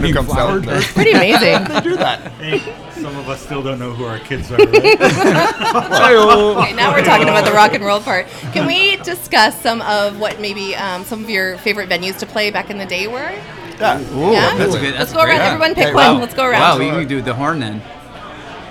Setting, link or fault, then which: setting, busy venue